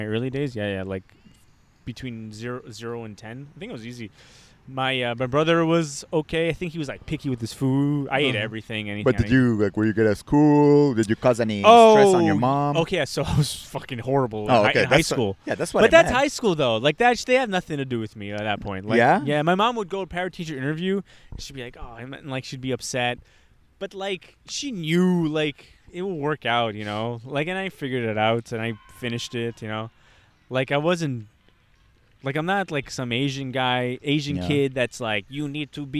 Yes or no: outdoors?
yes